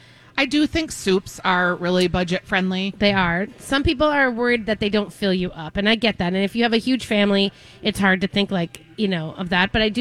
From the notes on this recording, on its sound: live at G-Will Liquors in Andover!